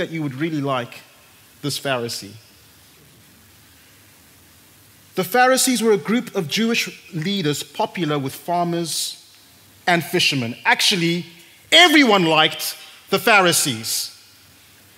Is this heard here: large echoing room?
yes